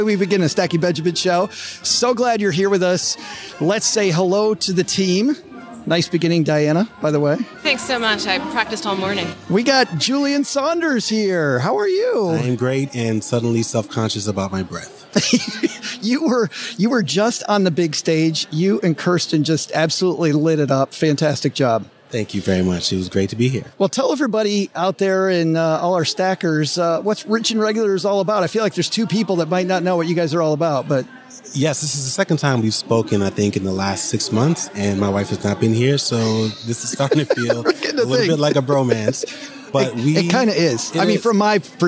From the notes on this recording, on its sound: Live from #FinCon21. We are live from FinCon in Austin, Texas.